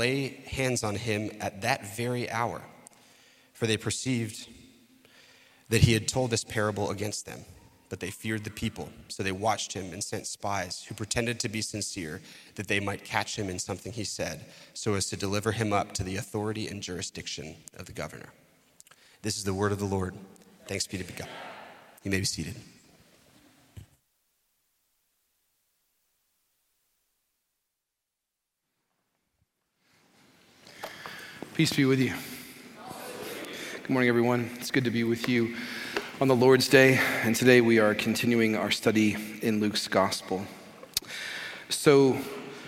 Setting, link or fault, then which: setting, large echoing room